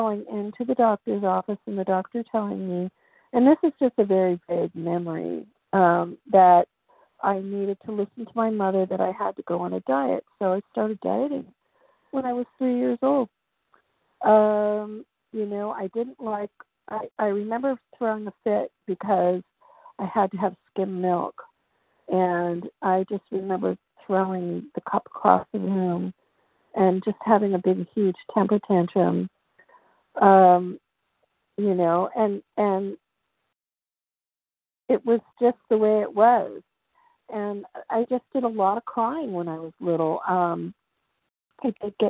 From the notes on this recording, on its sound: 100 Pounders Phone Meeting, 11/15/23.